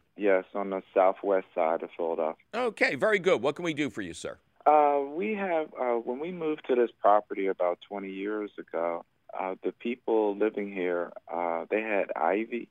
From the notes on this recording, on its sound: Its a fabulous phone call questions show!